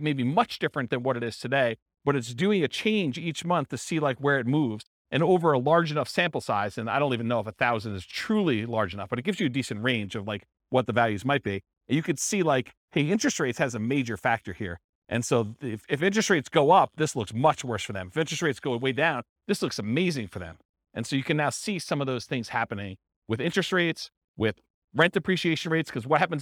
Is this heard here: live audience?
yes